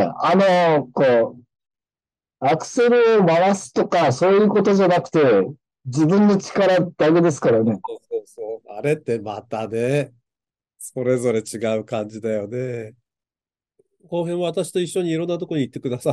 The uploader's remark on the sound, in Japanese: 音声に乱れがあることをご容赦願います